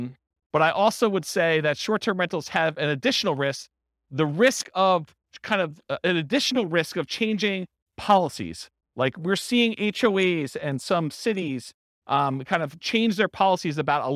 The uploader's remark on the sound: This was a live class recorded